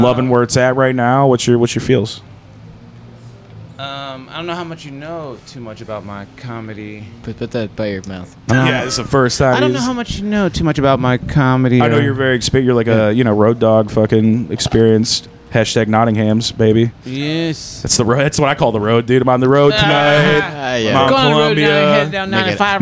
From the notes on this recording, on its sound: This episode was recorded February 8th, 2023 in the green room of The Port Comedy Club.